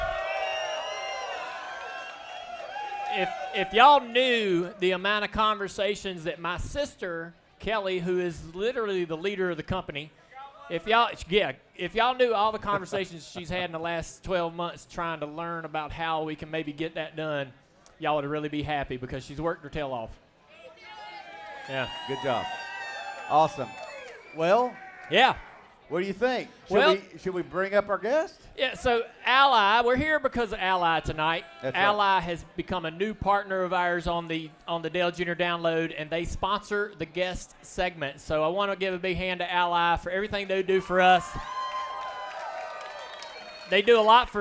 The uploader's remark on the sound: Live from Ole Red in Nashville. It was live, in a bar full of beverages.